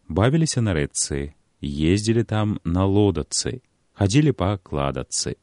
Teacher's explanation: Пісьмовае спалучэнне ЧЦ, у якім літара Ц абазначае цвёрды гук, вымаўляецца па-беларуску як падоўжаны зацвярдзелы Ц